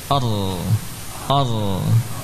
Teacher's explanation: Diusahakan huruf ra ini muncul getaran namun tidak berlebihan ar ar diupayakan agar tidak terlalu berlebihan ya.